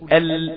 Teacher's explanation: لسانك بقى الحافة بقى هنا مش هتتكئ تماما على منطقة الأضراس الداخلية، هتقول ال، بل بالعكس الهواء هيفر داخلا على الناحيتين، الناحية اليمنى والناحية اليسرى · Term: حرف اللام